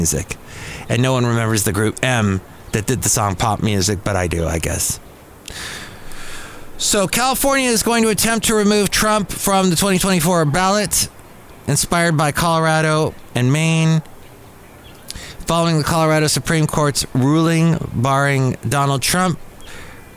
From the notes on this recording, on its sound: podcasts live from Café Anyway